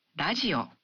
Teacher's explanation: the R in radio is pronounced somewhere between an R and an L sound